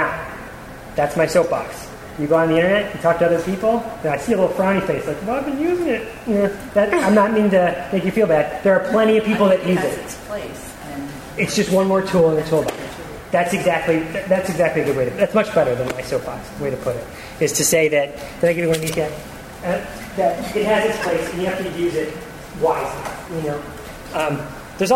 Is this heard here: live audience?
yes